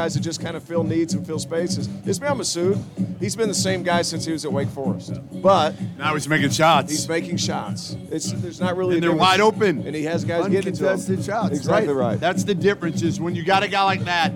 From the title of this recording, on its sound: live from Stadium Swim in Las Vegas